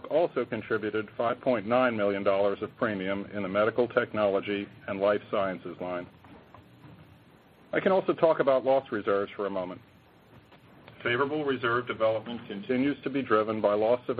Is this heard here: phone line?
yes